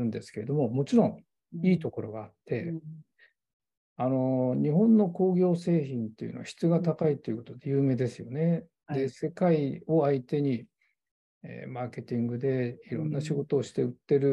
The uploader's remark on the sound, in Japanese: 収録場所： オンライン (Zoom)